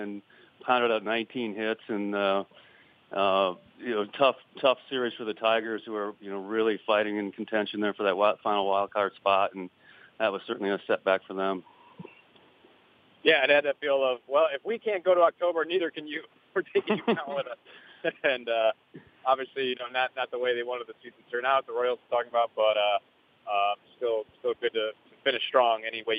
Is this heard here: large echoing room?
no